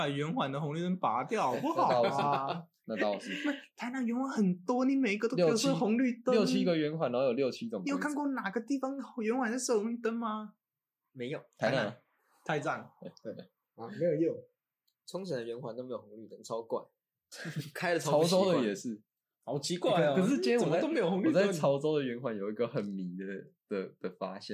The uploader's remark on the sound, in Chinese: 本集為去年夏天所錄，會拖那麼久是因為錄音品質不是很好